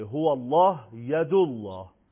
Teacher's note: اگر قبلش فتحه یا ضمه باشه، به صورت تقلیز یا تفخیم، همونجا ید الله رو مثال زدیم و مثال های دیگه، هو الله، ید الله، این میشه تفخیم.